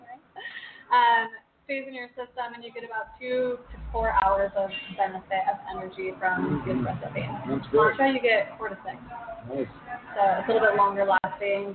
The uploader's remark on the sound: Come be part of our studio audience, live in the resturant and recieve 20% off all food items. We are live from the restruant.